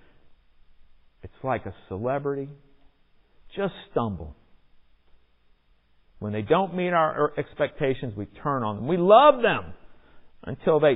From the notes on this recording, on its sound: Recorded in the MPPC sanctuary on Sunday, November 21, 2021.